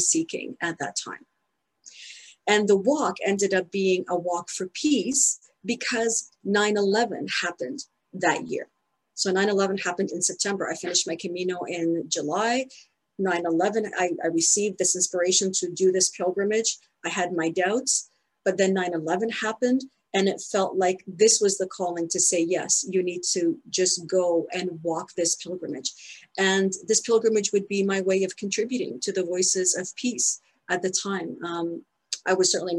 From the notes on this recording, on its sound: In this Zoom presentation to the Cathedral Labyrinth Guild. In this Zoom presentation to the Cathedral Labyrinth Guild.